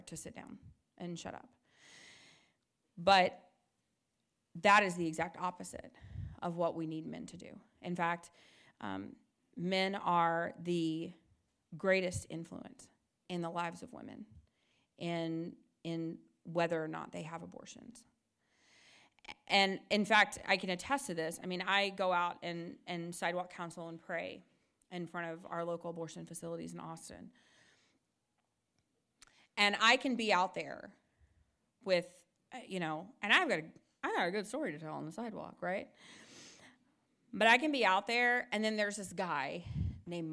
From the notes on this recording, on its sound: delivered an address at Christendom College on Monday, March 28